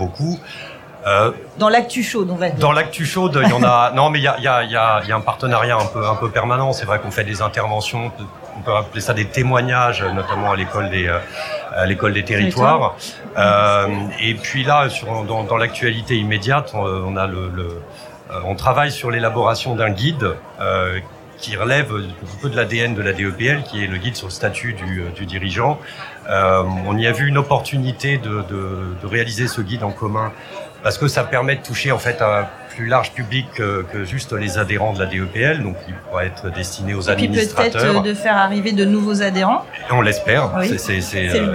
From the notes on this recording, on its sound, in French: Banque des Territoires La Radio vous emmène à Tours au congrès des EPL. Retrouvez les émissions comme si vous y étiez avec les invités en plateau, les reportages en région et également les interviews en direct des couloirs du congrès. Enregistré le 05/10 à Tours.